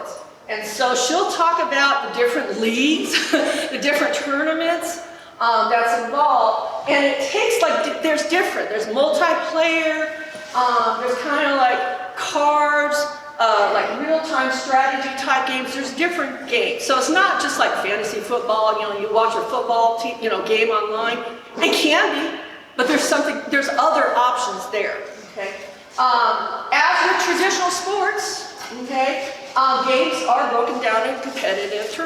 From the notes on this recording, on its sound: In this episode, I and two of my dissertation committee members present a introduction esports presentation at the 2022 GaETC Conference in Atlanta, GA.